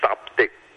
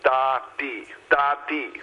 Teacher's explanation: So similarly, in Beijing, they call it Da Di, Da Di, Da, D-A, without the consonant P at the very end, unlike the Cantonese · Shown in: second take